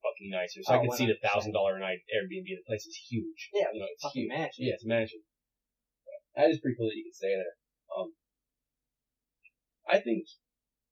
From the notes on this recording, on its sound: We want to let you know before listening that there was an audio issue with this episode, so if it sounds even worse than normal that's why.